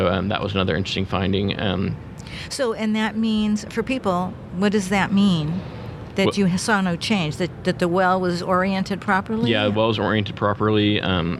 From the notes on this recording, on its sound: This was recorded at the 30 th Anniversary NAPE Summit.